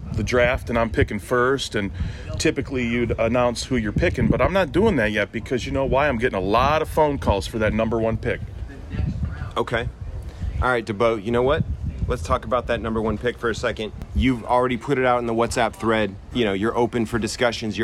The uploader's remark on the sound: Why not kick off the 2021 season with some live content from the draft in San Diego.